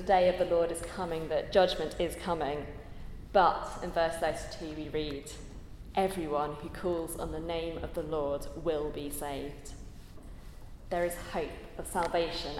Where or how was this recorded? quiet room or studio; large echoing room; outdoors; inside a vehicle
large echoing room